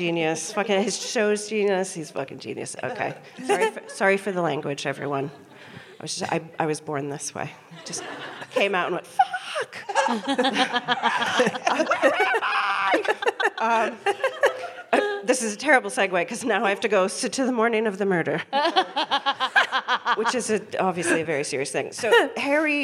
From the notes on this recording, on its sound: We then hear from a member of the audience